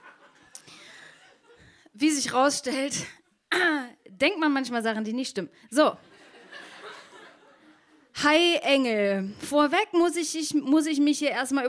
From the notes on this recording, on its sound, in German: Bei „texte von gestern“ lesen Erwachsene live on stage Texte vor, die sie als Kinder oder Jugendliche geschrieben haben. Einige der Beiträge aus unserer ersten Veranstaltung. Im Monarch (Berlin).